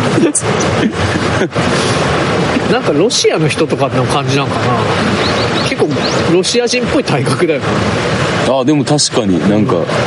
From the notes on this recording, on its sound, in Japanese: 鴨川で収録してみたところ、風が強くてノイズがあります。